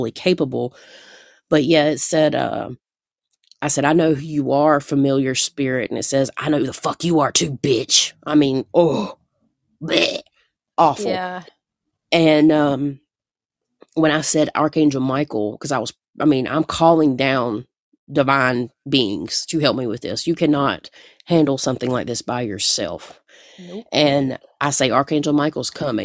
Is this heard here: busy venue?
no